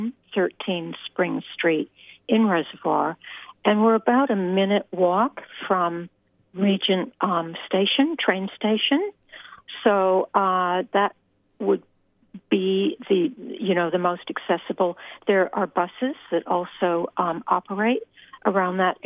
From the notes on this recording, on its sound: We will also be having a phone conversation with the founder of the Trasharama A-Go-Go Australian Short Film Festival.